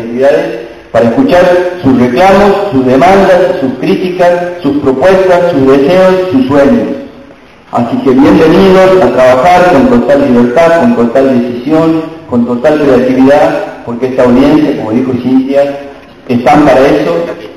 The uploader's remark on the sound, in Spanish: Con la participación de 190 expositores de las provincias de Salta, Jujuy, Formosa, Tucumán, Catamarca, La Rioja y San Juan, se desarrolla en el Paraninfo de la Universidad Nacional de Santiago del Estero la Segunda Audiencia Pública 2015 convocada por la Defensoría del Público de Servicios de Comunicación Audiovisual.